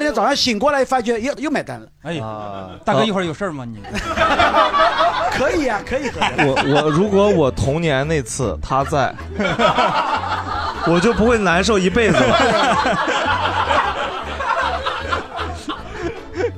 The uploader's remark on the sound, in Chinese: 这是一档由喜剧演员们和现场观众朋友们共同录制的播客节目